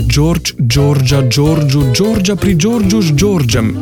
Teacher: Samoglasnik E v pisni obliki obstaja, a se ne izgovori.